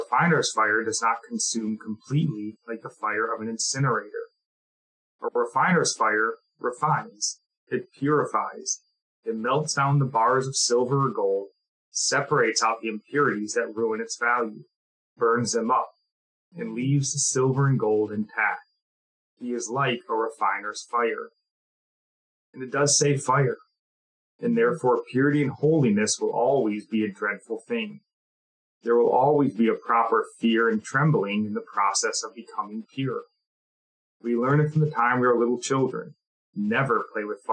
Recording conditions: poor sound quality